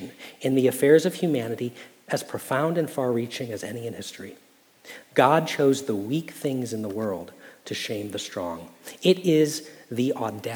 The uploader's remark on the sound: Message Preached at Valley Creek Church